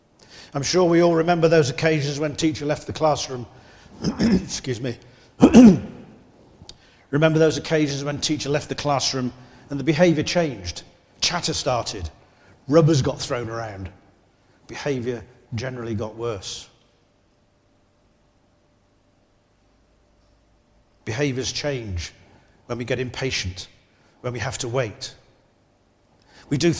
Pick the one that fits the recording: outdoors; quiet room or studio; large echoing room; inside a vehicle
large echoing room